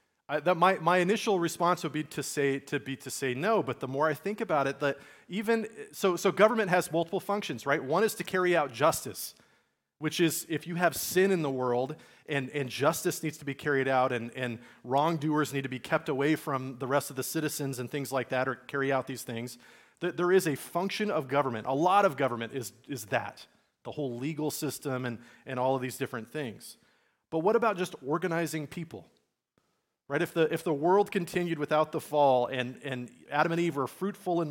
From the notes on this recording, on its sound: Message recorded at Liferoads Church in Spokane, Washington, on Sunday, October 15, 2023.